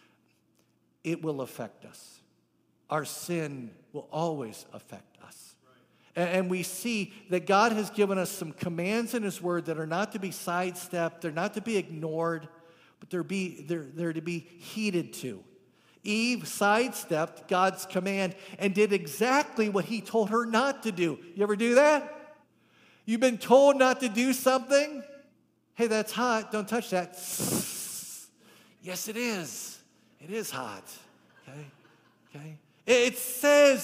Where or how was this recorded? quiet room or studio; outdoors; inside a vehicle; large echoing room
large echoing room